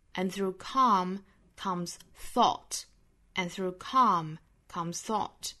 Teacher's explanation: calm 后面这个 calm 要做重读